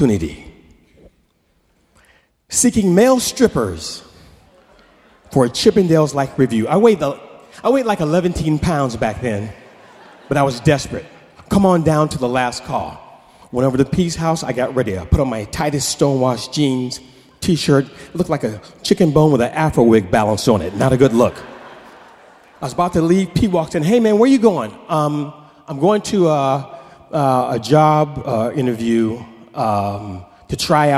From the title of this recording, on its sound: Snap LIVE! At The Paramount